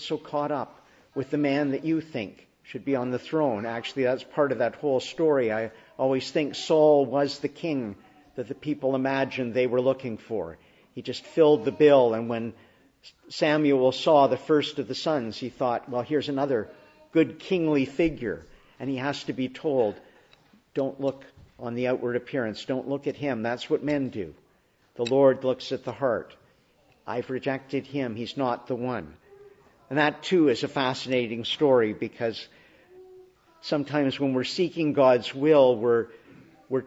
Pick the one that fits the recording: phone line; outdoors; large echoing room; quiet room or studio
large echoing room